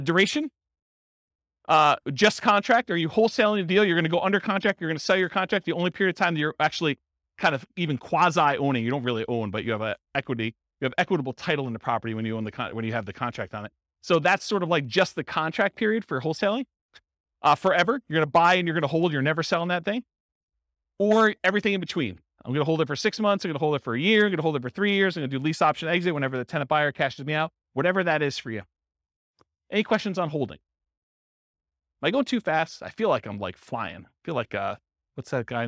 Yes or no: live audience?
yes